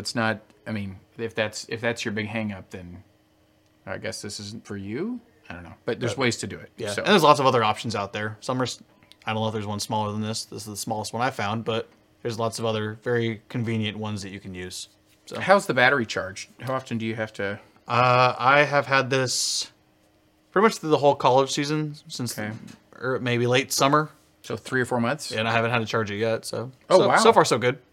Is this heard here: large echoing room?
no